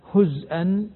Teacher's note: في قراءة ثالثة عند حمزة هزأ اللي هي بإسكان الزاي